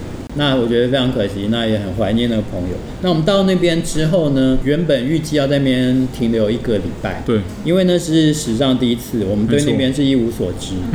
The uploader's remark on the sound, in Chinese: 本集白噪音指數：蚊風級 1/5。錄音地點： 明星咖啡館 - Cafe Astoria。